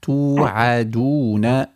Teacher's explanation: أطلع بحرف العين أكثر، توعدون، ولا تنزلي به جانحا نحو الكسر